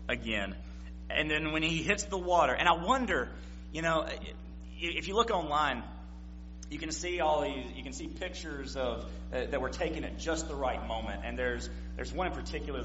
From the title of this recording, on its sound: September 25, 2016 PM Service